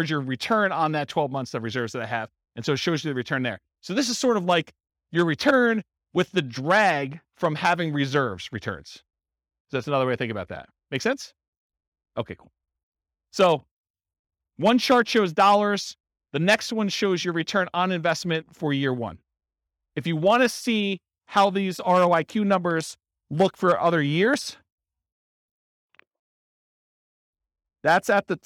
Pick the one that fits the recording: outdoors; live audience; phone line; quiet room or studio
live audience